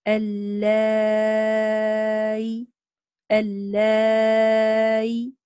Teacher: إذا نقف بياء ساكنة مع الإشباع وهو المقدم